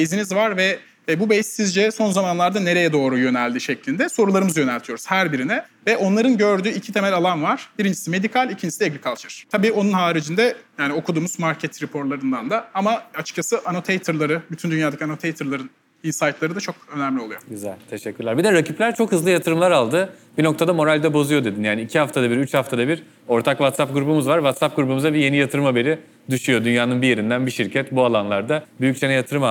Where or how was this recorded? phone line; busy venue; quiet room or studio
busy venue